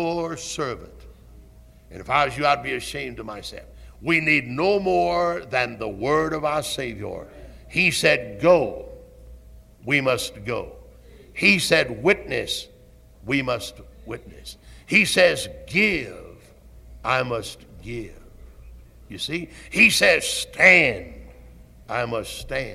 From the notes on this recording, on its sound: Originally preached at Tabernacle Baptist Church in Greenville, SC on September 16, 1973.